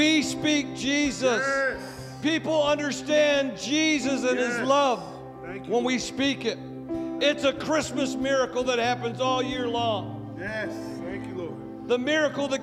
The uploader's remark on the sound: Sunday Service Recording.